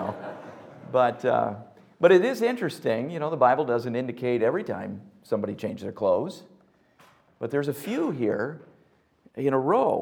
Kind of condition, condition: setting, large echoing room